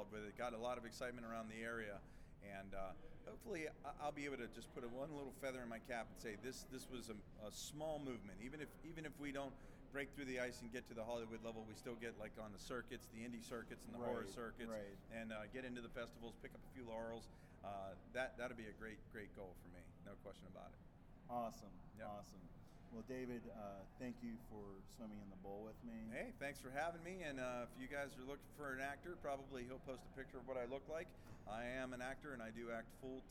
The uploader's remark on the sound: Live From Grossfest